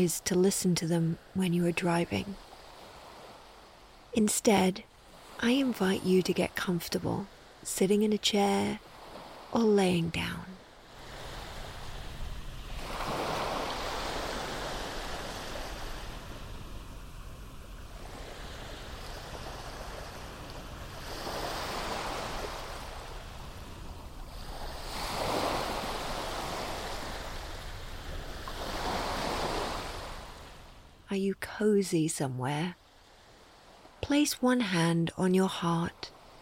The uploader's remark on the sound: Sounds in this episode: Ocean waves, Foghorn, Seagulls, low droning of the observation room fans, underwater sounds of bubbles and humming.